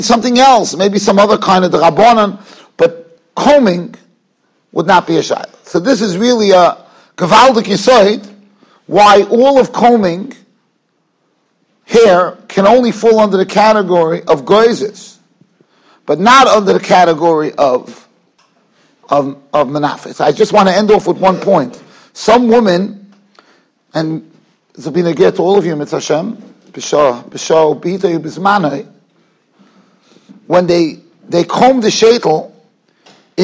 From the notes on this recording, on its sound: Shiur recorded in Yeshivas Ohr Reuven, Monsey, NY.